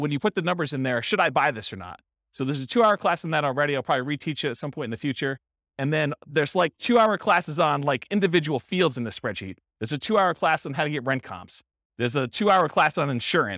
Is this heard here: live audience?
yes